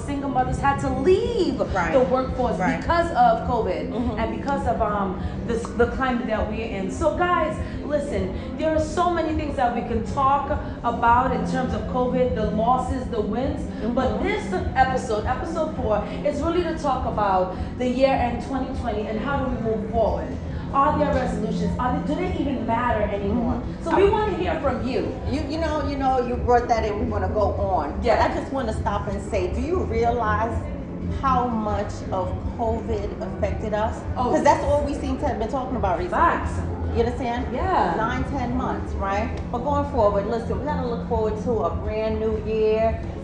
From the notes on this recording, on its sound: The ladies will record live at The Edge, one of the highest outdoor sky decks in the Western Hemisphere, with a one-of-a-kind design. It’s suspended in mid-air, giving you the feeling of floating in the sky with 360-degree views you can’t get anywhere else.